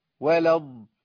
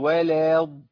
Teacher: بسقط الالف دي خالص، يبقى انتقل من اللام للضاد على طول · Shown in: first take